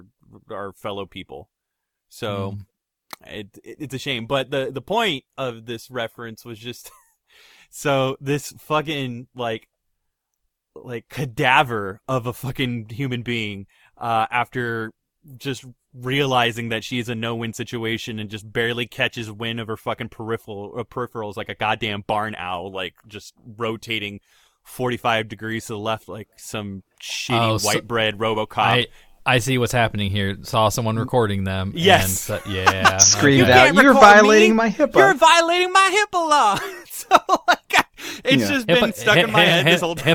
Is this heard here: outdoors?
no